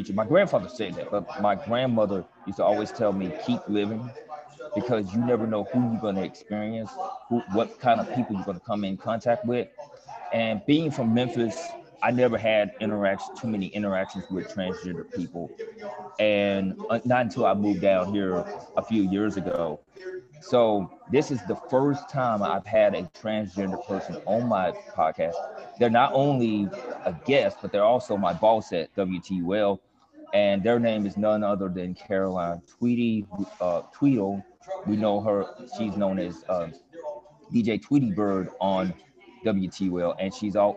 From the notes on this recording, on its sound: recorded “live” from the Garden District at Still Perkin on Prytania